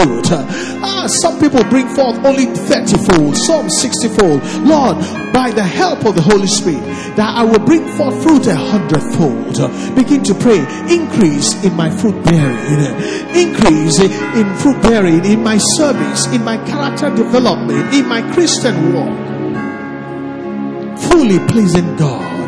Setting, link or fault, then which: setting, large echoing room